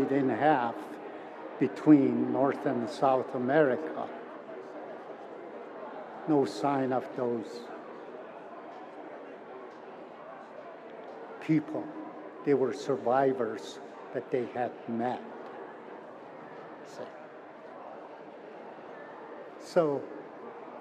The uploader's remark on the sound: Recordings from the 2022 Siksika Health Fair